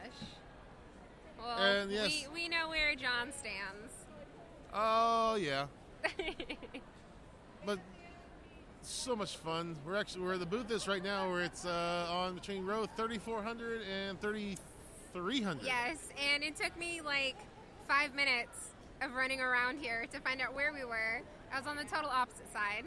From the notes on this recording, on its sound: This year we invaded comicpalooza. We have our show from the convention floor.